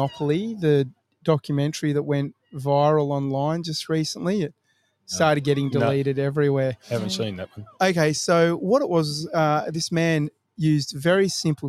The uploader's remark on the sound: Live from Mandurah Foreshore. Here in Western Australia.